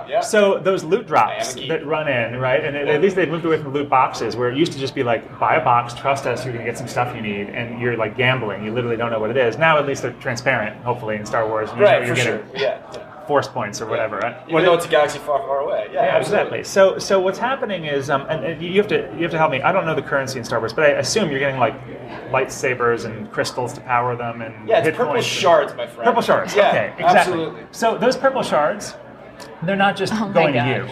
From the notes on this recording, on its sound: Live From Groceryshop